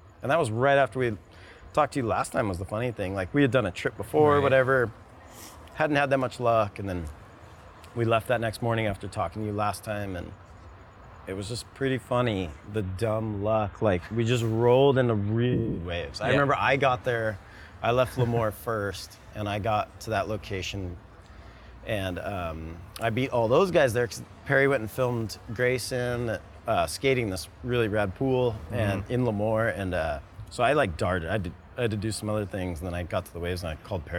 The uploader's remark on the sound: Filmed live at the premiere of Convergence in Huntington Beach during the US Open.